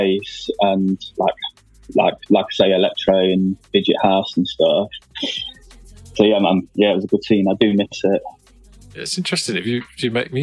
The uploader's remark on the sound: joins us on the zoom for a chat